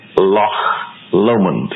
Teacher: And it has as its last letter that sound, which doesn't exist in ordinary English, but is used by Scottish people. If you hear a Scot talk, he has that soft, aspirated, outgoing H, as in Loch Lomond